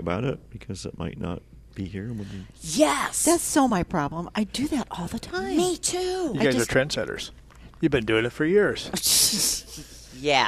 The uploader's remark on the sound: Live at Prairie Gardens 10-21-21